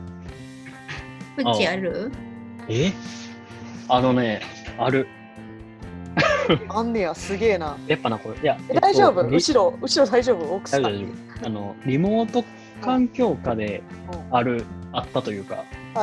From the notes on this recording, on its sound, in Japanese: Zoomで収録回。今回は噂の「Zoom」で収録しました。